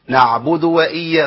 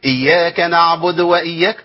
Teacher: يبقى ما ضيعش ايه حركة الدال اللي هي الضمة · Shown in: first take · ما قولش اياك نعبد واياك.